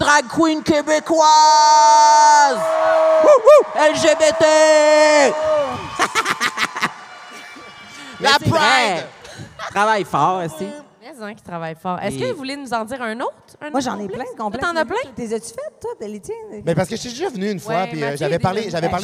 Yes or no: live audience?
yes